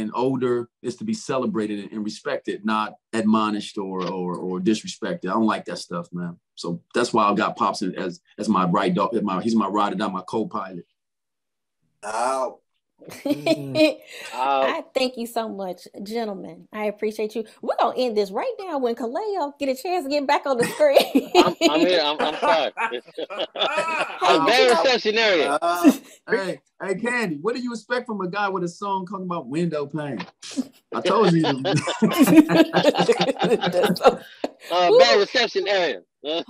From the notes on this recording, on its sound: Recorded via Zoom